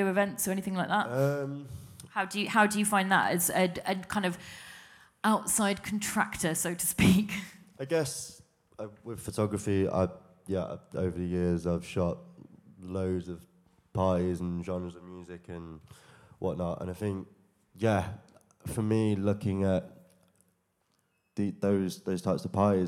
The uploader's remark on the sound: Panel talk on mental health in the creative industry recorded to a live audience at Many Hands in Bermondsey, London.